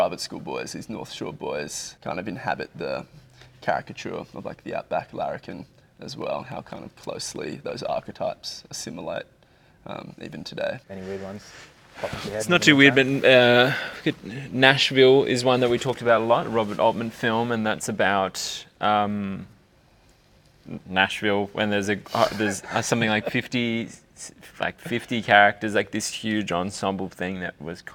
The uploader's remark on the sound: Shot on location at the Capitol Theatre in Melbourne during the Melbourne Film Festival 2023.